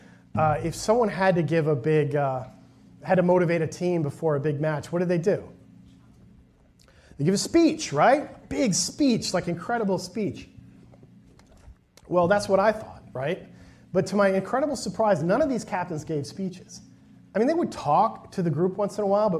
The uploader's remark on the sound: a presentation from the recent Wharton Leadership Conference